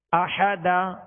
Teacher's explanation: دو زبر کی تنوین کو الف سے بدل کر وقف کریں گے احادن وقف میں کیسے پڑھیں گے احادا بلکہ ایک الف کھینچیں